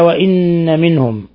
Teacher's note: قوله تعالى وإن منهم، نون مشددة، حرف غن مشدد، نون مشددة تغن مقدار حركتين